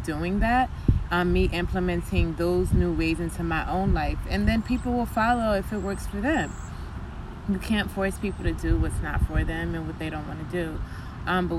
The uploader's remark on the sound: We recorded this outside in a park